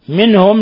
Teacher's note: نون ساكنة جاء بعد حرف الهاء، الحكم التجويدي إظهار حلقي